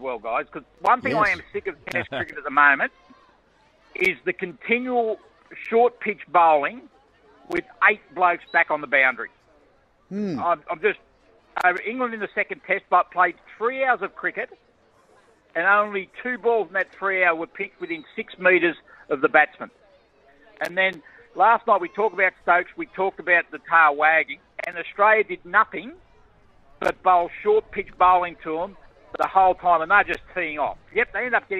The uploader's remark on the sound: Live from the under 13s Hockey championships. It is spread over 2 locations.